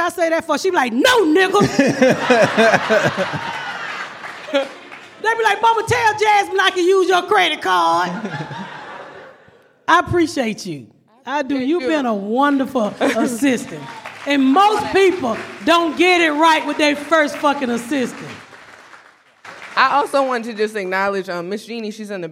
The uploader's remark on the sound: Live from The Second Annual Crack Baby Party